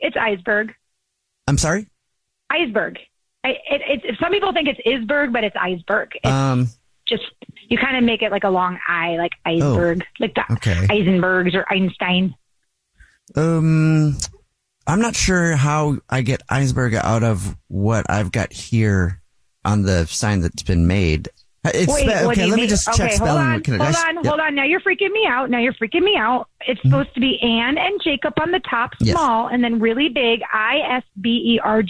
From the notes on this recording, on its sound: set-up a friend or family member to wake up with The Jubal Show, phone prank style